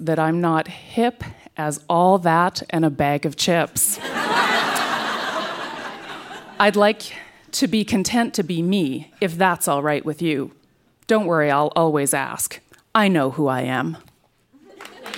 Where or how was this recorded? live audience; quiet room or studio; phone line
live audience